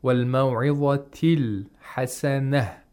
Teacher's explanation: The ta of maw'idha is pronounced, but the ta of hasana is pronounced like a ha. Because there's sukuni. · Term: waqful ibdal